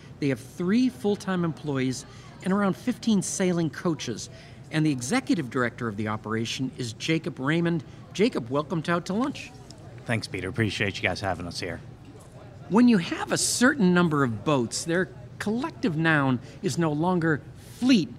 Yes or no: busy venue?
yes